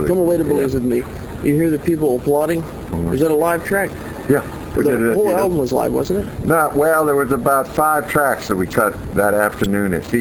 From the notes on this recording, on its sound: This interview was recorded back in 2006 for an early incarnation of this talk show. A small digital recorder was used right on the ocean in Key West, Florida.